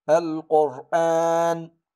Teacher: هنا لاحظوا المد جاء مسبوق بساكن متصل به، قرأنا هنا بحركتان فقط يعني بالقصر